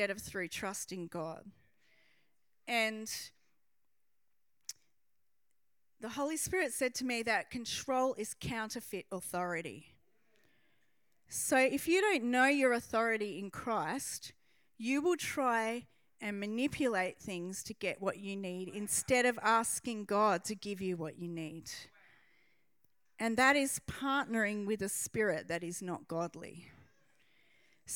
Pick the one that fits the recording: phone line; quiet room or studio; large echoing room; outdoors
large echoing room